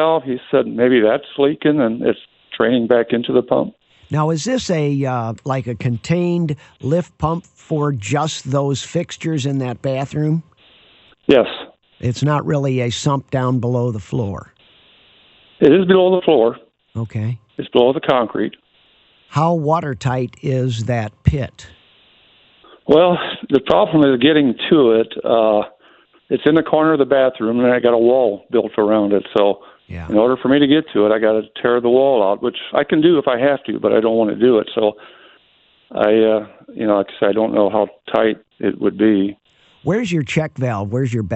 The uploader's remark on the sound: takes and answers your phone calls